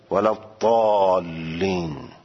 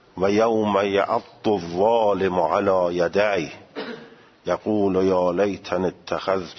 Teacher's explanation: با رفع نوک زبان به طرف بالای کام که شبیه تا یا دال مفخمه میشه ادا میکنند، که غالب قراء امروز هم همینطور ادا میکنند. · Term: کیفیت مصریه